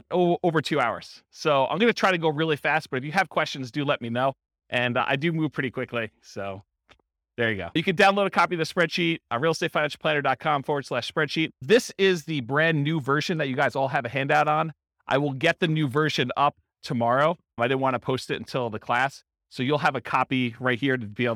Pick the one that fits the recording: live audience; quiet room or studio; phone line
live audience